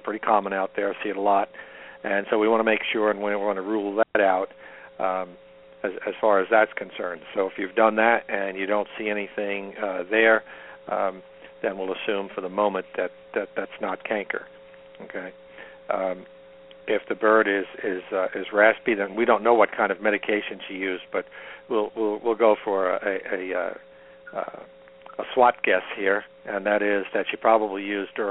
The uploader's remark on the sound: Today, we will be taking chicken health questions by phone and by my Facebok page! Is a nationally broadcast web radio show.